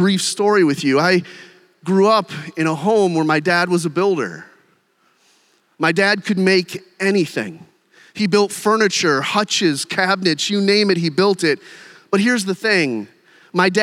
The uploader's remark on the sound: During one of our breakout sessions. The Gathered and Scattered Podcast features keynote and breakout sessions from our annual conference at Redeemer Presbyterian Church in Detroit, MI.